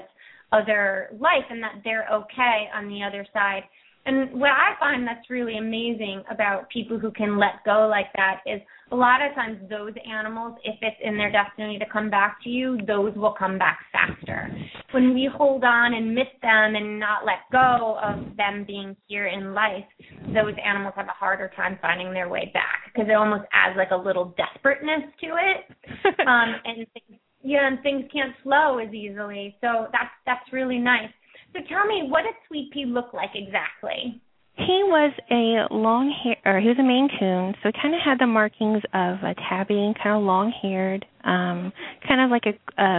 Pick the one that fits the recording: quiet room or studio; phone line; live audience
phone line